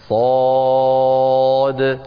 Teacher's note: طبعا صاد هذا حرف يقرأ بثلاثة أحرف، صاد مفتوحة ألف دال ساكنة مقلقلة صاد، ويمد بمقدار ست حركات لأنه مد لازم حرفي مخفف ست حركات، وتفخم الصاد والألف التي بعدها وتقلقل الدال